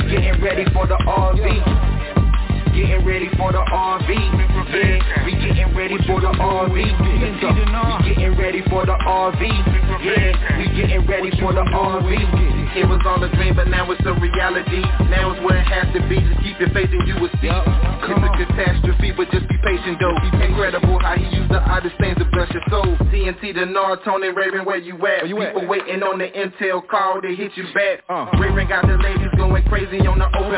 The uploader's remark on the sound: TNTSuperfantastic Conference Call.